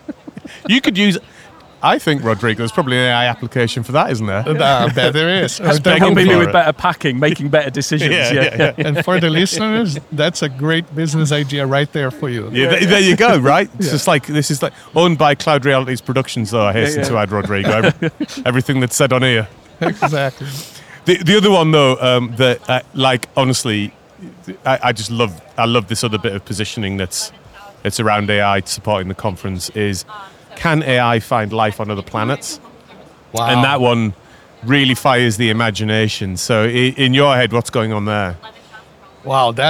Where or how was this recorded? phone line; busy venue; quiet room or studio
busy venue